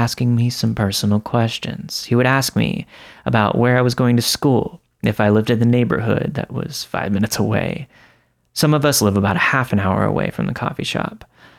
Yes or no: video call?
no